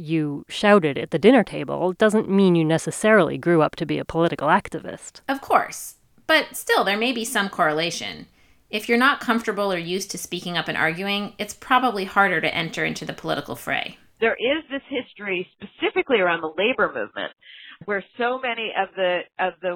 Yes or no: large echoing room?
no